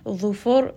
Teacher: ra in this case is heavy because the letter before has a dhamma